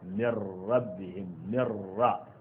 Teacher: saboda nunin ɗin ta narke cikin ra'un narkewa na gaba ɗaya · Term: al-idgamul kamil